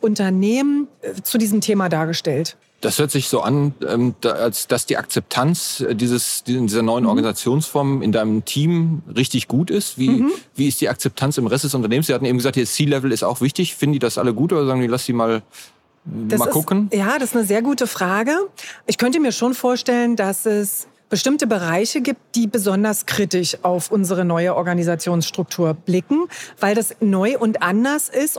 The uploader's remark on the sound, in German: KKongress-Special 2020. Live vom KKongress.